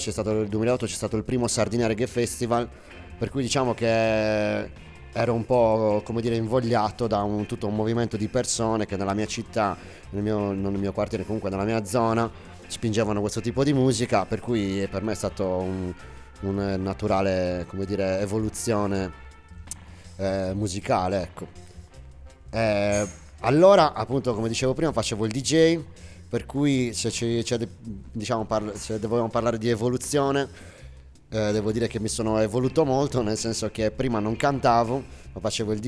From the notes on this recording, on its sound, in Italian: registrata durante la festa tenutasi al Centro Interculturale il 21/12/2021